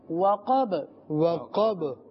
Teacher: اب یہاں پر بھی آخر میں با، اور با جب ساکن ہوگی تو اس پہ قلقلہ ہوتا ہے